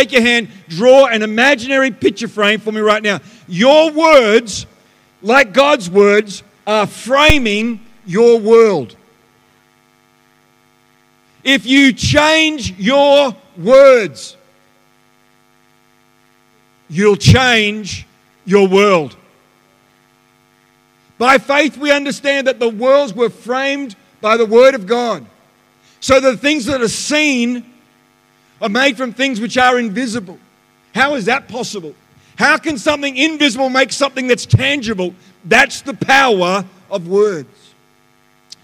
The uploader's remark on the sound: The live stream of Destiny Church Atherton.